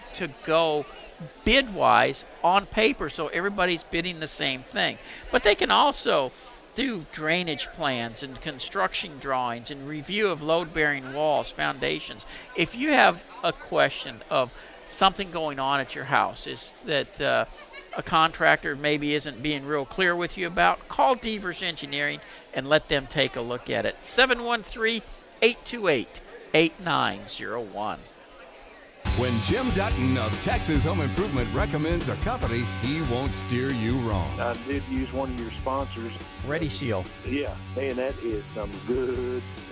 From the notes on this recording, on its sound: Home Improvement show live from the Fort Worth stock show!